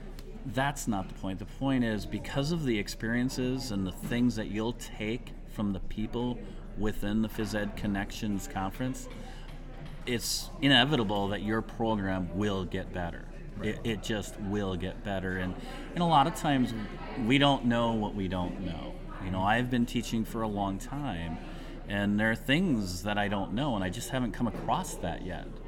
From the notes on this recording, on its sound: Stillwater, Minnesota was buzzing thanks to the PE Connections Conference and the OPEN Forum Podcast was there to capture it.